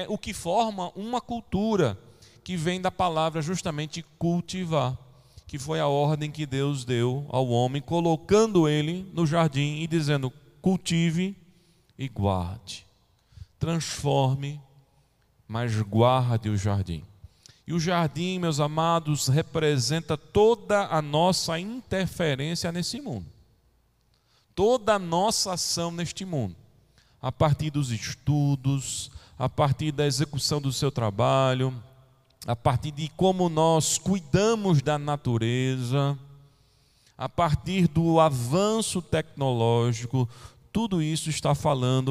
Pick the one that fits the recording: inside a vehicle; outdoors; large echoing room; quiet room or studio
large echoing room